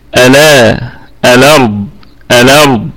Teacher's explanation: حركة الهمزة الى الساكن قبلها، يعني الى اللام، فتكون هنا اللام ألا الأرض الأرض هكذا.